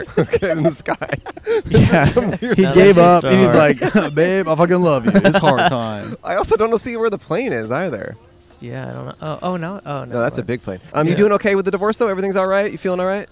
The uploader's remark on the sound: On The Venice Beach Boardwalk.